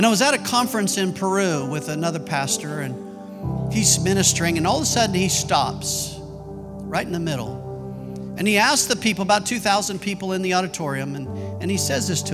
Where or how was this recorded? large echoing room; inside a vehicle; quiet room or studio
large echoing room